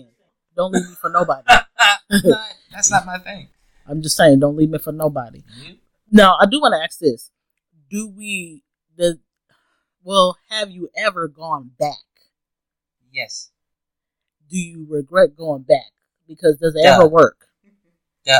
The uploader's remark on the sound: Apologies for the small audio issues, only can do so much with the two mics we had, but we're workin!